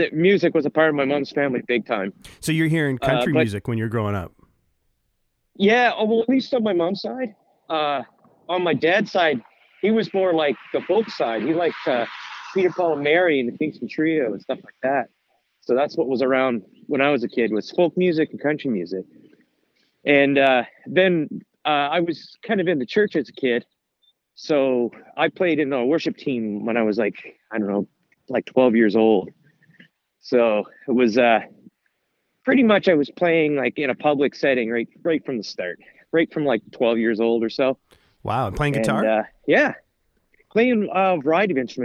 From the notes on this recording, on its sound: on the phone